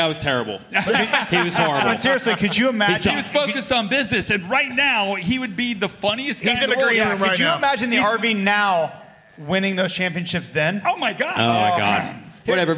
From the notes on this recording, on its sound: Pulpmx/Racer X LIVE Podcast Show from Segerstrom Center for the Arts in Costa Mesa. We did it again, the second ever Live Pulpmx/Racer X podcast show from Segerstrom Center for the Arts in the OC.